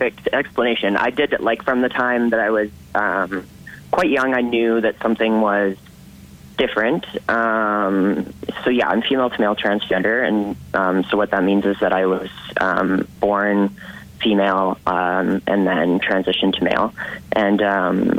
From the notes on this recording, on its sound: on the phone